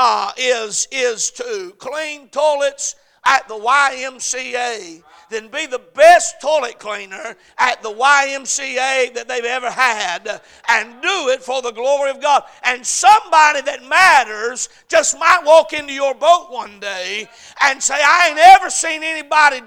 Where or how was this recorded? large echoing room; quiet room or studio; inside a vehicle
large echoing room